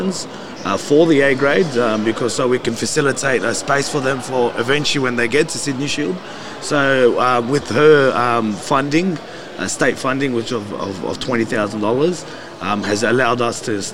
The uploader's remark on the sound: We head out to do a live podcast at Bankstown RSL.